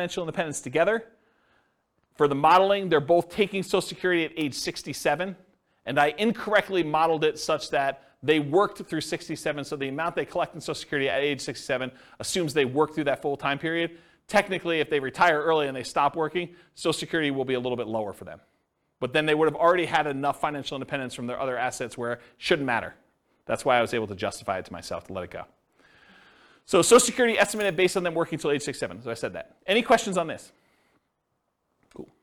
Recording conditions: live audience